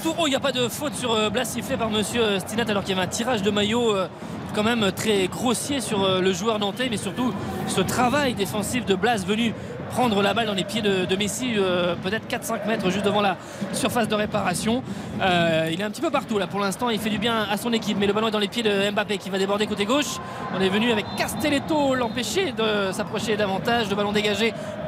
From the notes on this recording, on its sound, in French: En direct du Parc des Princes.